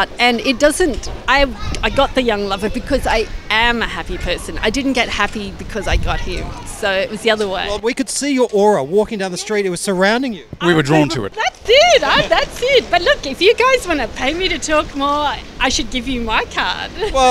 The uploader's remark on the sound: We hit the streets of Sydney to gauge ordinary members of the public in our very first “Outside Broadcast”.